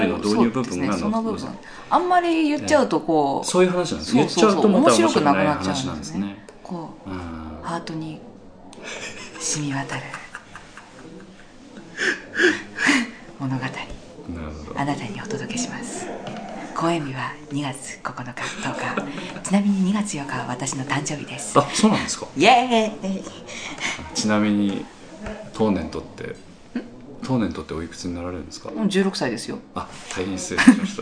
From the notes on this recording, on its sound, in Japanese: 第32回公演「ミスター・ムーンライト」の客演の方々との飲み会時に収録させていただきました録音です。